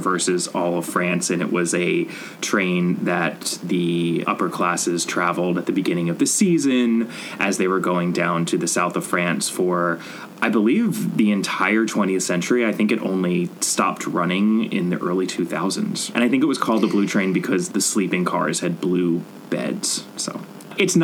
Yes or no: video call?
no